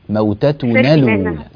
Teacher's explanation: في كلمة موتتنا الألف من موتتنا سقطت لالتقاء الساكنين، موتتنا لولا.